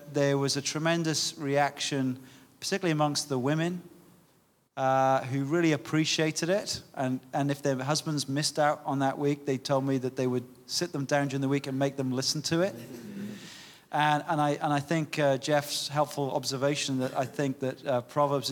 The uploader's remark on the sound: Speaker Panel and Q&A from Scotland Conference (LIVE)